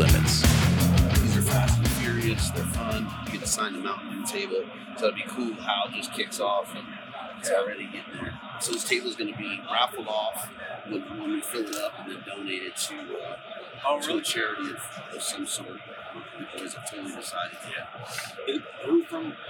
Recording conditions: busy venue